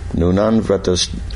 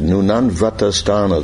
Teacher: The two syllables in vrata are more or less treated equally. There's no long sound on the last syllable. · Shown in: second take